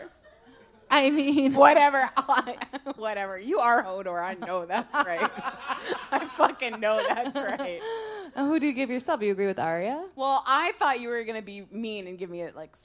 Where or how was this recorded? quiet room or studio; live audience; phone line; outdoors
live audience